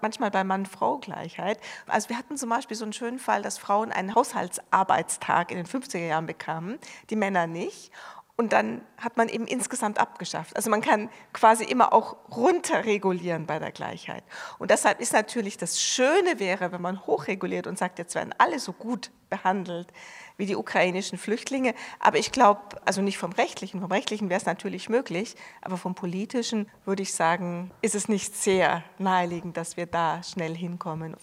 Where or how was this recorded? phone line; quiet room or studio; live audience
live audience